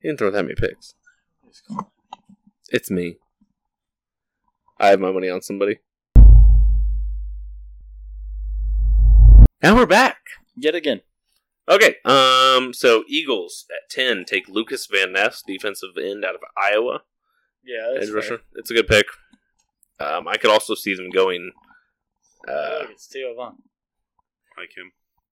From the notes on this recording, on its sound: First time trying to record and hold the mics at the same time. We apologize for the sound quality.